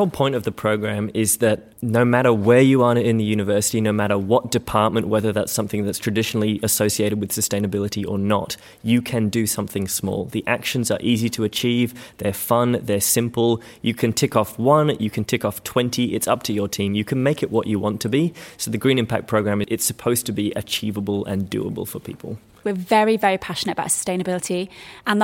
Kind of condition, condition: setting, busy venue